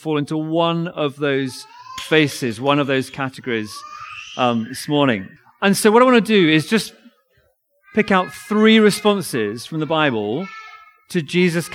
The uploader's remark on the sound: Recorded audio of reading & sermon at Nativity service Binscombe Church 17th December 2023